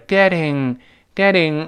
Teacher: 最后是个舌根音，因为出现 ng 了，getting，getting，嗯，舌根拱上去，再跟那个 a 连读，后面有一个 a， getting 啊， getting 啊，啊，啊，是个舌根连读，啊。I kept getting a busysignal， busy signal 就是我们打电话的盲音。我们词汇里面也有这个注释，什么意思呢？就是 the